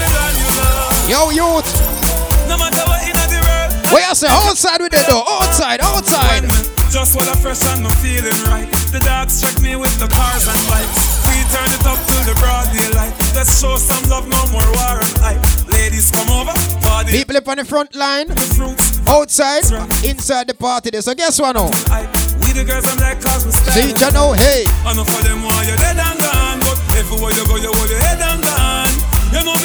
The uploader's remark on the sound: Day & Night Fish Fry Cookout - Live Audio in Bronx New York